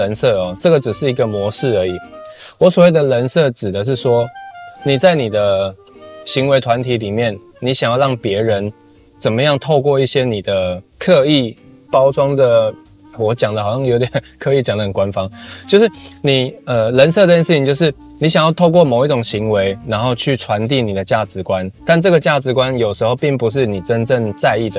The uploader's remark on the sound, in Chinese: 嘗試看看車錄分享。這集因為初嘗試，收音的效果還沒那麼穩定。